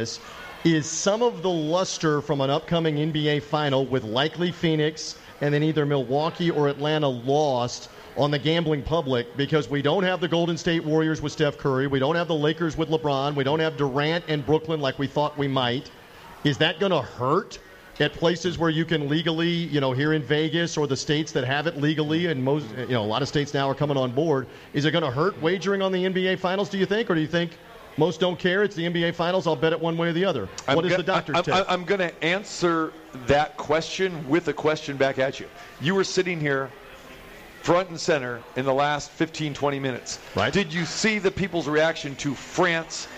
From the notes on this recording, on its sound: Live at the Cosmopolitan of the Las Vegas